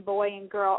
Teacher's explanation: Boy has that diphthong for the vowel, the oi, and then girl is an R and an L.